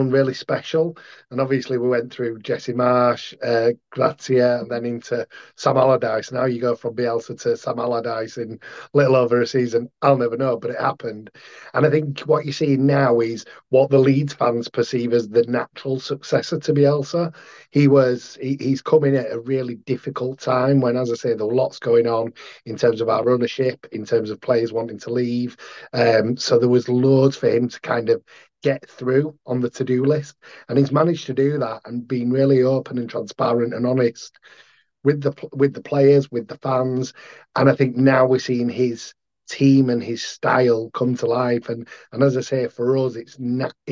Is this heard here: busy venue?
no